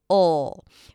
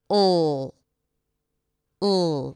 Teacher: Now, the dark L is created by bringing the tip of the tongue to touch the upper palate, even though it might not always be the case, because most of the tension is created in the back of the tongue, ol. But in this case, unlike the R, the sides of the tongue don't touch the sides of the teeth.